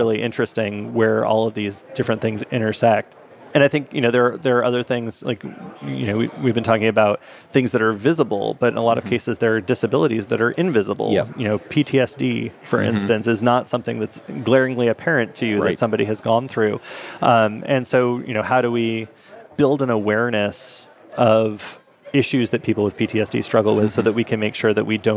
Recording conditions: busy venue